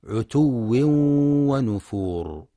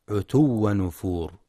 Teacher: وينتبه القارئ للواو المشددة وللإدغام مع الغنة في عتو ونفور، فلا يقرأ عتو نفور · Shown in: first take